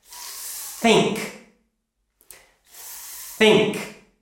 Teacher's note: I'm stretching the TH, I'm making that TH very slow · Term: soft TH